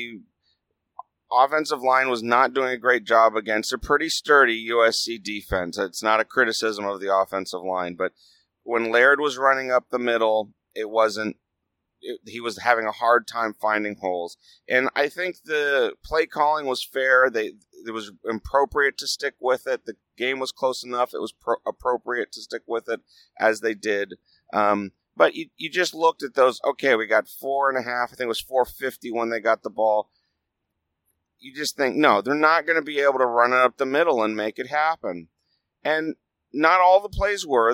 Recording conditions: inside a vehicle